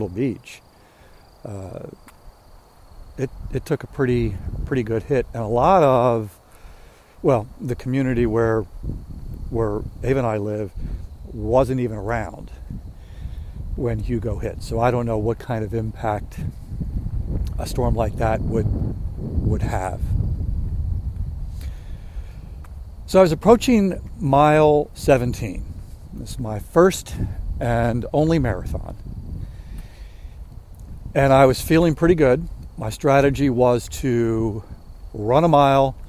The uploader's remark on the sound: During today's ten-minute walk.